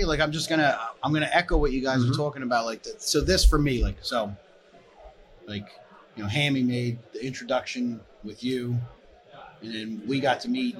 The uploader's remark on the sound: Talks live at FDIC International 2023.